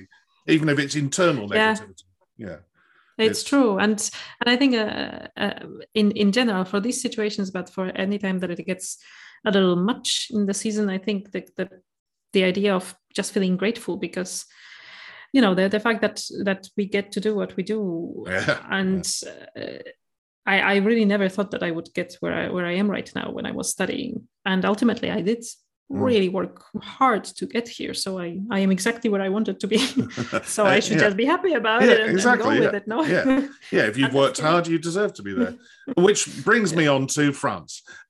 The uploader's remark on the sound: This interview was recorded on 7th June 2022 via Zoom.